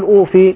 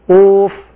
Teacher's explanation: إذا وقفنا نقف بسكون الفاء · Shown in: second take · ويصير مدا عارضا، يعني يجوز فيه القصر والتوسط والمد والروم على القصر.